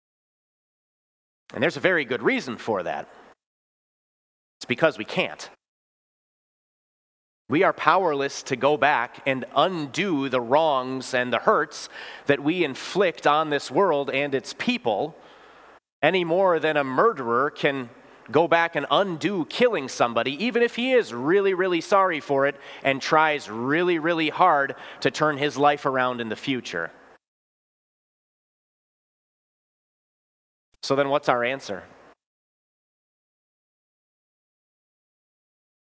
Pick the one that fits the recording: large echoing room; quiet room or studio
large echoing room